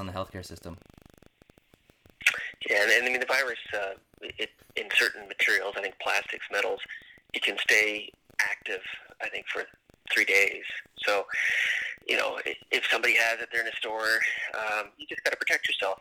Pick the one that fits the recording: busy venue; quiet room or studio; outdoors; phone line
phone line